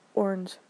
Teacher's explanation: in the Midwest we say orange. It's like it's one syllable, orange. And out here it's orange, and on the East Coast my boss used to be from New York, he would say oranges. · Term: Midwest clip thing